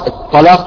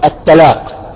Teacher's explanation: وترقيق الطلاق تصبح التلاق